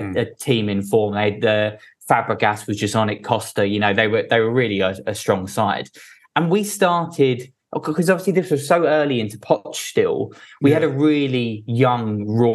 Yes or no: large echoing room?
no